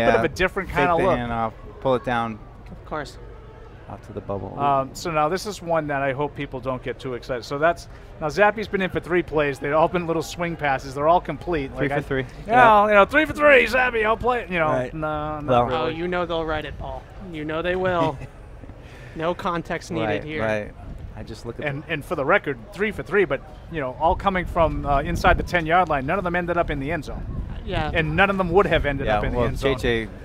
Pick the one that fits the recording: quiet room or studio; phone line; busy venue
busy venue